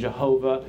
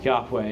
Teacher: Older translations were using Jehovah, and they chose to insert three vowels instead of two, and they thought it was a J and a V kind of sound instead of a Y and a W sound. But also, I read that there in the Hebrew language there actually wasn't the sound of a J, So that's why I think more modern scholars have all consensed around Yahweh as maybe the most probable pronunciation.